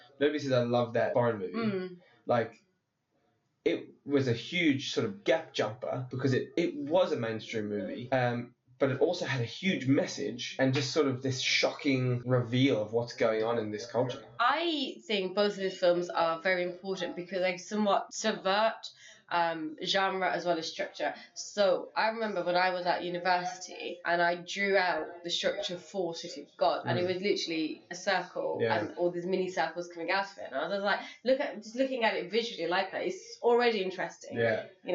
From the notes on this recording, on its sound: The sound quality is terrible but it gets much better after this episode.